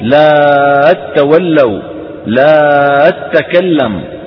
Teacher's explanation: ويمدون حرف المد مدا طويلا كاللازم، هذا في حال وصل التاء المشددة بما قبلها